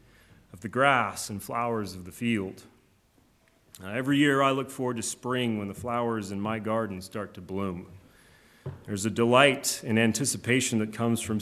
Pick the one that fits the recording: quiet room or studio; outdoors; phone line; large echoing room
large echoing room